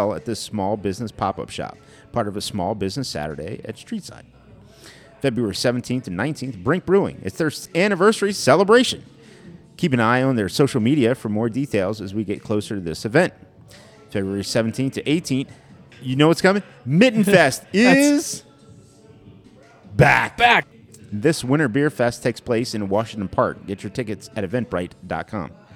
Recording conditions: busy venue